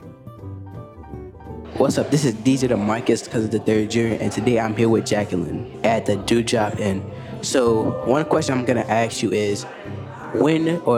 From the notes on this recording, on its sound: Live at The Drew Drop Inn.